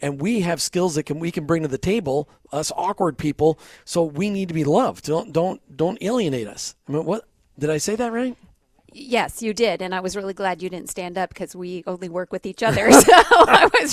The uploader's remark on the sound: We were on location this afternoon at the Global Leadership Summit